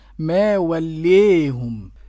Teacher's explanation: وقرأ حمزة والكسائي وخلف العاشر بالإمالة الكبرى